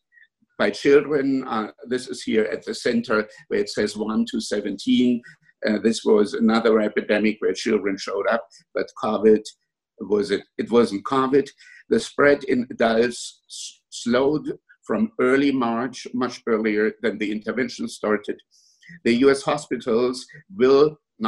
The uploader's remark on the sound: A public debate hosted via Zoom by the Soho Forum on Monday, June 1, 2020. The Soho Forum typically hosts Oxford-style debates, in which a live audience votes before and after the event. Because this debate took place over Zoom, we did things a little differently.